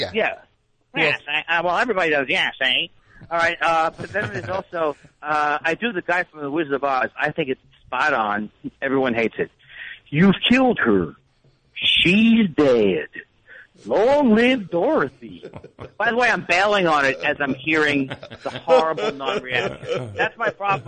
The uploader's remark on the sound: Completely unscreened phone calls moving at a rapid fire pace!